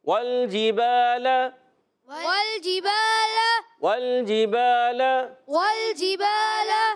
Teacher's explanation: واو کو لام سے ملانا ہے، لام کو ہلانا نہیں